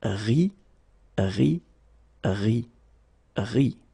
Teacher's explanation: you don't pronounce this final ENT, and so phonetically you get the sound RI